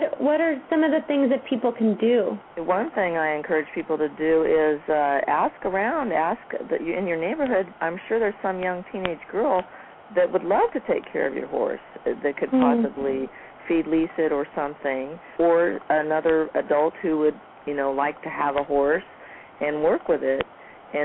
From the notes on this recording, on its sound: open up the lines for listeners to call